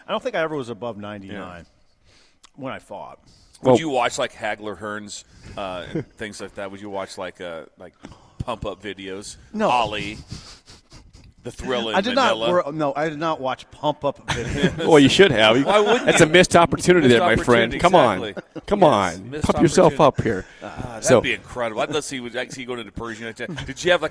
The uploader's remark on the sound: We are LIVE on remote at the UNL East Campus Readiness Center for a Veterans Day special broadcast with the Nebraska Army National Guard